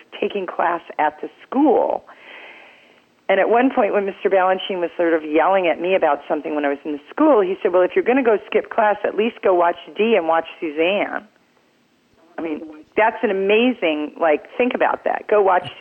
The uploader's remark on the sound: Frankly, I was a little nervous dialing the phone on this one.